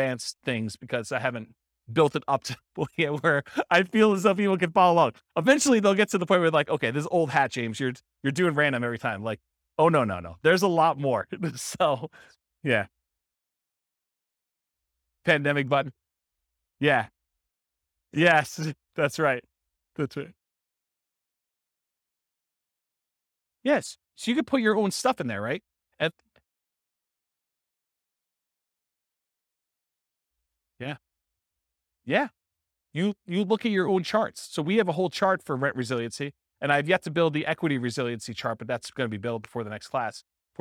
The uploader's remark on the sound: This was a live class recorded